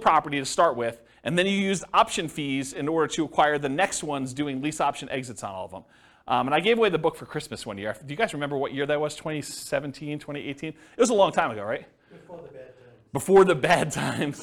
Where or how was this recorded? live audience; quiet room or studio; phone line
live audience